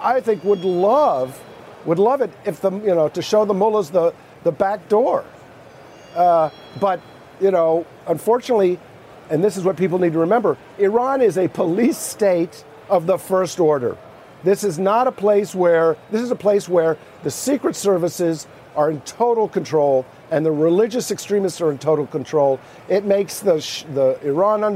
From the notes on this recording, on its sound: live from the New York Stock Exchange.